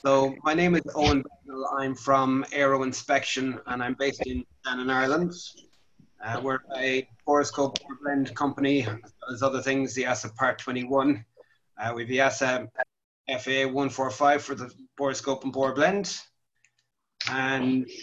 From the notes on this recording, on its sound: APTN Zoom Call # 7. 7th APTN Aircraft Lessor Zoom Call.